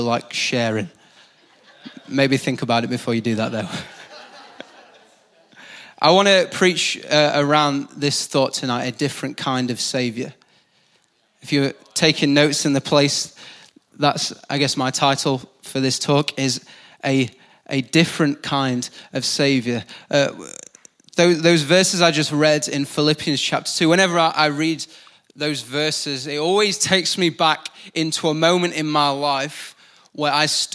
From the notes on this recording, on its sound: Recorded live at the Chesterfield Campus. IKON Church.